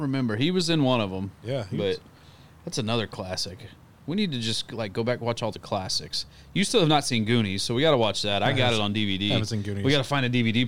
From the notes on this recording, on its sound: take the show outside into the crisp cool Autum air